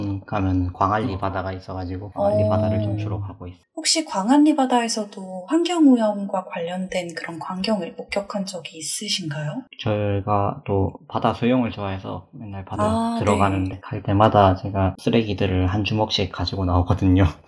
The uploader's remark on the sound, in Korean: 코로나 확산 방지를 위해 비대면으로 녹음한 방송입니다. 음질이 고르지 못한 점 양해 부탁드립니다.